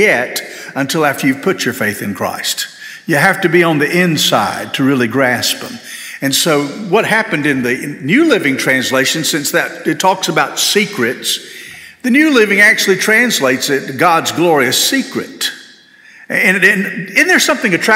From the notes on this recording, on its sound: This sermon was delivered on May 7, 2023 at First Baptist Church Hendersonville, NC.